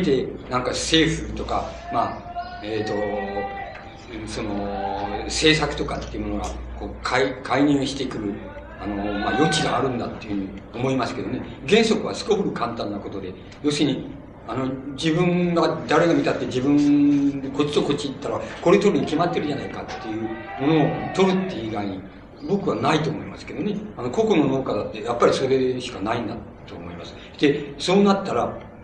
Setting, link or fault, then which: setting, live audience